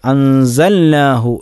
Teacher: ലാമിനെ നൂനിലേക്ക് ചേർത്തിക്കൊണ്ട് അല്ല, അവിടെ ഇൽഹാർ ചെയ്തുകൊണ്ട് അൻസൽനാഹു എന്ന് തന്നെ ഓതണം